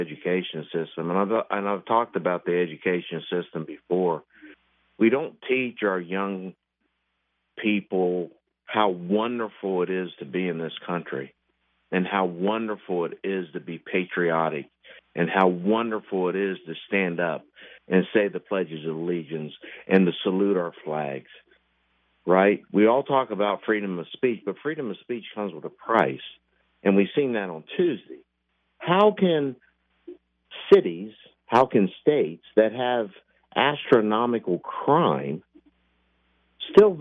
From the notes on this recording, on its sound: SATURDAY MORNING OPEN PHONES.